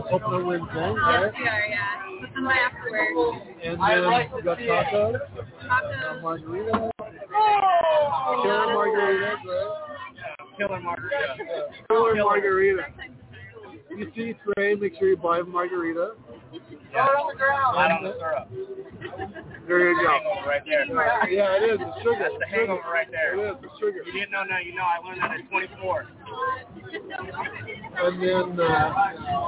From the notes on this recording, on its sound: Live From Good Grammar Bar IN Downtown Salt Lake City Post Covid.